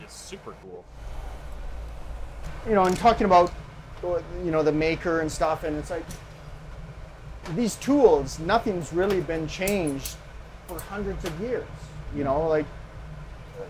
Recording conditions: sounds in the background